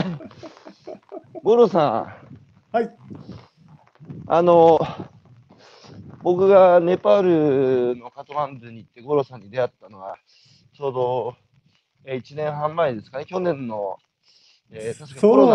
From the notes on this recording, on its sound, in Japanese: 歩きながら1時間、対談する